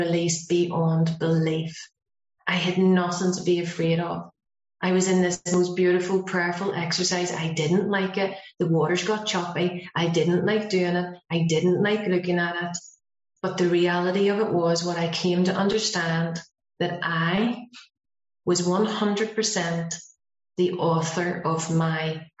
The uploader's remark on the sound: speaking at the Broken Elevator zoom meeting